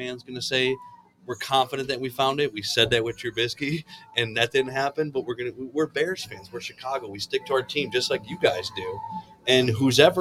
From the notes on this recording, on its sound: LIVE SHOW FROM LEFTY'S TAVERN.